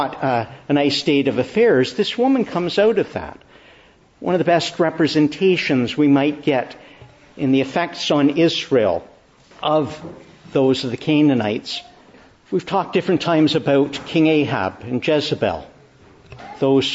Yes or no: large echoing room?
yes